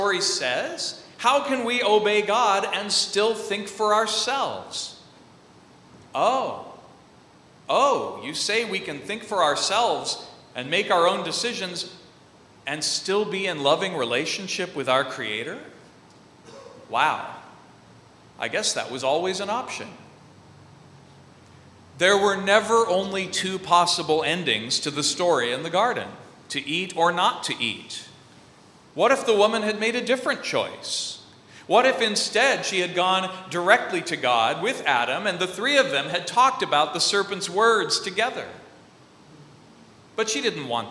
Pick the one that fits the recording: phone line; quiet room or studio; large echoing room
large echoing room